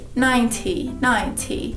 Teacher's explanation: Se você quiser treinar uma pronúncia mais britânica, que não é o meu forte, você faria um som de T, 90, 90. Mas é T, T, que nem chá, T certo?